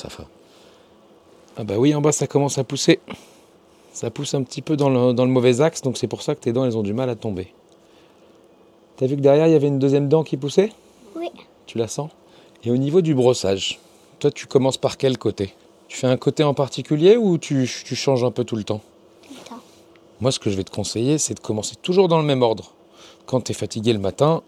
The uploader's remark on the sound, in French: l'épisode que j'ai enregistré lors de mon séjour en Bretagne pour passer une journée à bord du castor